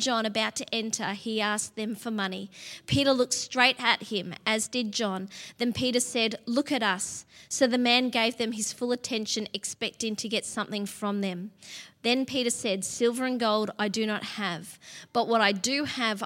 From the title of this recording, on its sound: LIVE at Echo Church